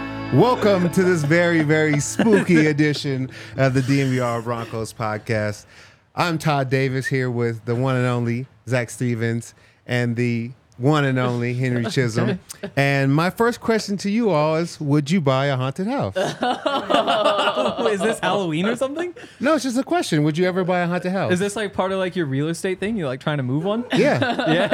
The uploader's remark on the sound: coming to you LIVE from the DNVR Bar